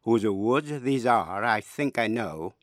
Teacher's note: cái nhịp chậm chậm của lối thơ hai âm tiết, âm đầu nhẹ, âm sau mạnh. Mỗi câu bốn nhịp gọi là iambic tetrameter.